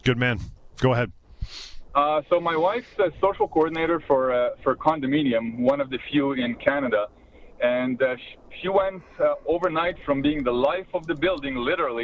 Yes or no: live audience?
no